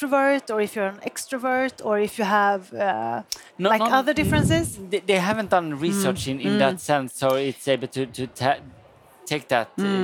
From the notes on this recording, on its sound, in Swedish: Detta är en live-podd från Ingenjörsdagen den 18 maj i Stockholm.